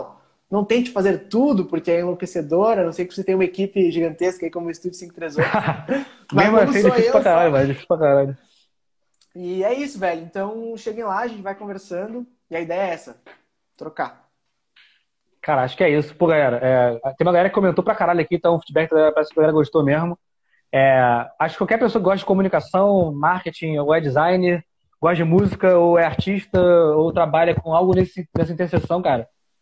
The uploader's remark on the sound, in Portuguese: conversa retirada de uma live no insta